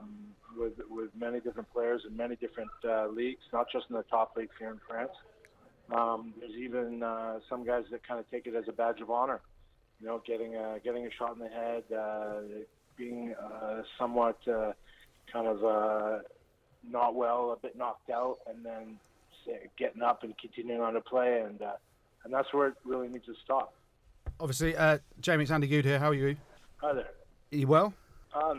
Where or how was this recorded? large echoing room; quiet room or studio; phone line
phone line